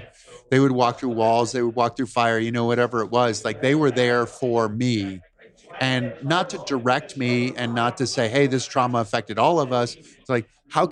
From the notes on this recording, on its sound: We are live from the GoBundance event